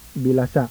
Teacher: The acute glottal, that is, a combination of an acute and glottalic accent on the last syllable